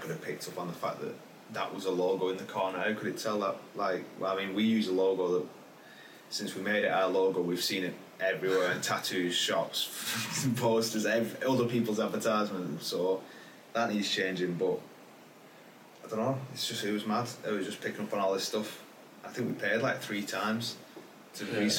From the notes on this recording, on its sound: A few technical problems with the space on his laptop meant that we had to use the camera audio for this episode!